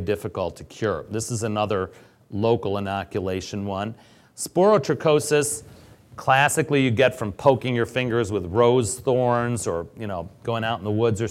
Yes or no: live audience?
yes